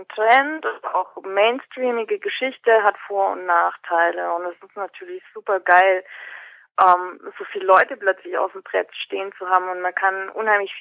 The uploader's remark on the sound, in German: spricht im Telefongespräch